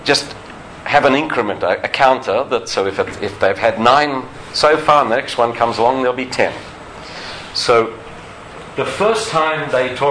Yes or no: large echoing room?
yes